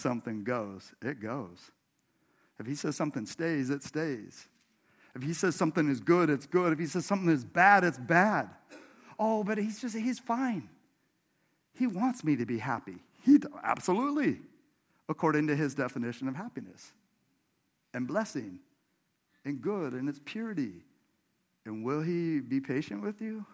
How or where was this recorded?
large echoing room